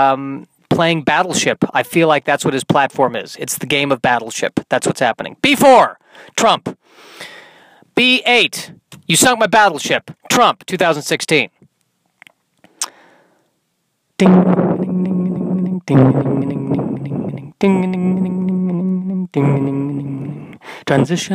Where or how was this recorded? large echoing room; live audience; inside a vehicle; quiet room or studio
inside a vehicle